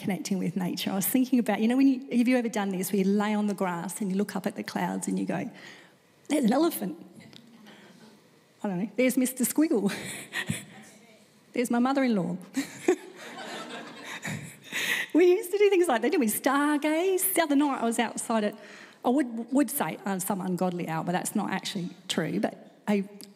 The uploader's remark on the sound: This recording is from a Live service at Hope Central Elizabeth, South Australia.